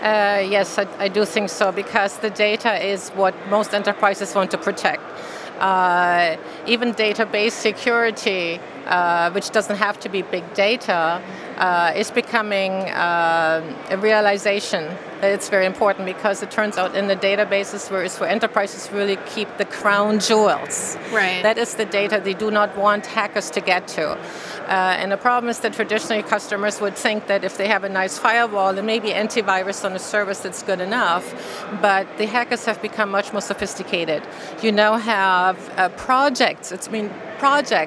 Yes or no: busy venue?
yes